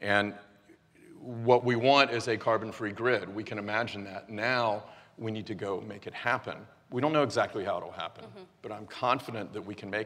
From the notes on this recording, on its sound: The best of live interviews from GreenBiz events.